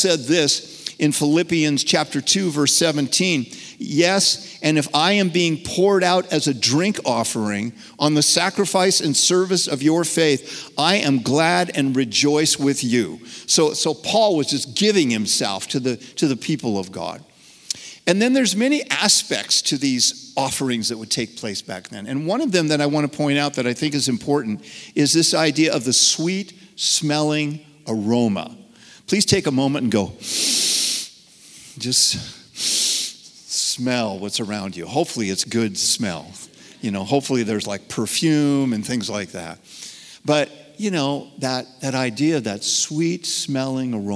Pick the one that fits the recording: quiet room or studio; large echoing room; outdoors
large echoing room